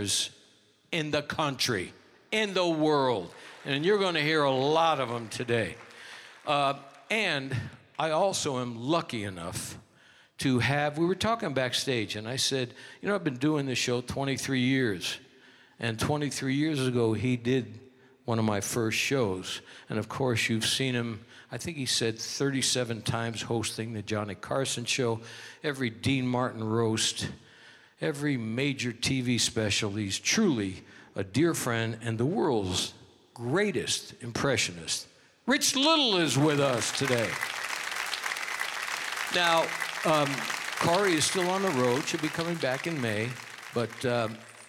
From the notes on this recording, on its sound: Live at the South Point Casino